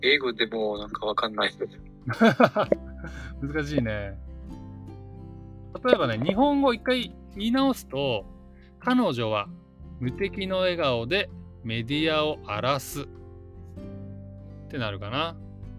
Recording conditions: poor sound quality